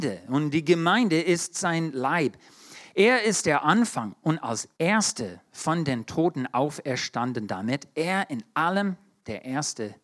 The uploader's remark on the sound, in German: 2022 in der Gemeinde Kaleo Schopfheim aufgenommen.